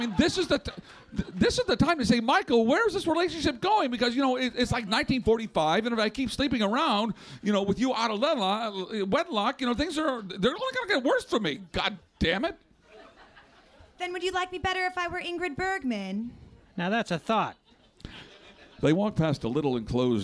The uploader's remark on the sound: This is the full live recording of "The Year of the Godfather - Episode 2". Taped in front of a live audience at the Village Underground in the West Village.